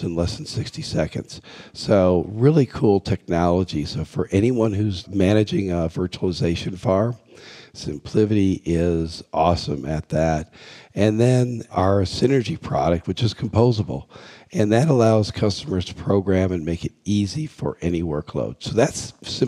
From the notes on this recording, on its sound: joins us live from HPE Discover 2017 in Madrid.